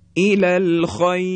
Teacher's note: و همچنین زمانی که راء ساکن قبلش یا ساکن قرار بگیره، باز هم در اینجا حرف را ترقیق میشه، مثل الالخیر. را ساکنه، قبلش هم یا ساکنه، همین یا ساکن موجب ترقیق حرف را میشه.